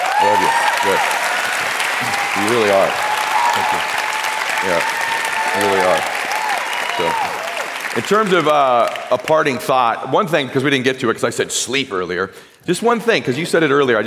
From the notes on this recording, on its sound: This conversation, recorded live in front of an audience at a recent GROWTH DAY event.